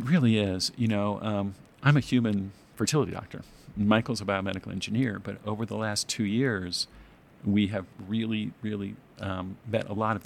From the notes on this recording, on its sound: Recorded in Salt Lake City, Utah, at the 2024 American Farm Bureau Federation National Convention.